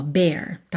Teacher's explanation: Pensa numa vogal só, bear, tá? Um E com acento agudo